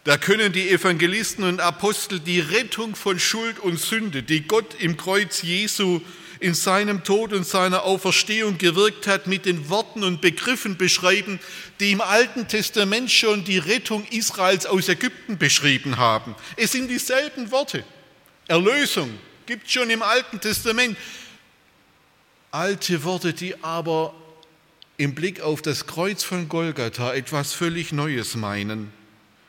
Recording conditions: large echoing room